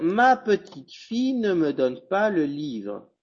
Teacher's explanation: les E finales dans petite et fille ne se prononce pas · Term: E caduc